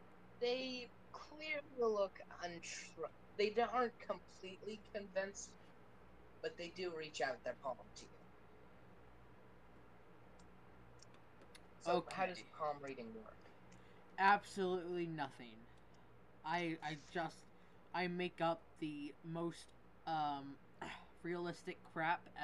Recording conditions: uneven or low level